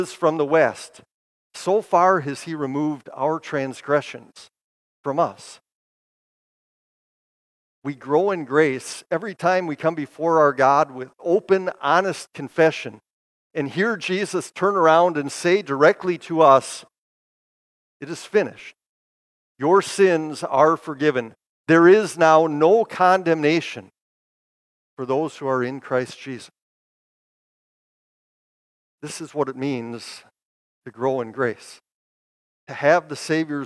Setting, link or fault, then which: setting, large echoing room